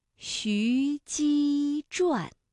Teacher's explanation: 徐鸡，一个西，一个鸡，这都是舌面音连读。